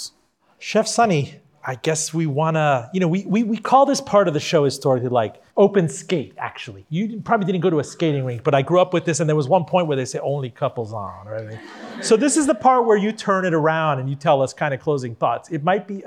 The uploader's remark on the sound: Recorded before a live audience at the University of Richmond's Robins School.